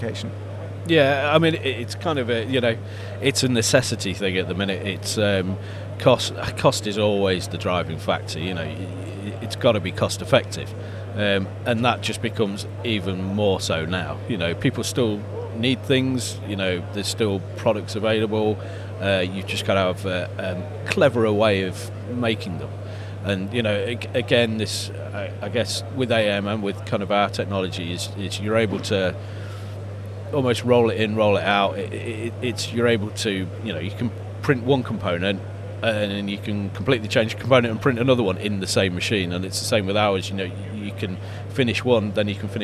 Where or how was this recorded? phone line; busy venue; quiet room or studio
busy venue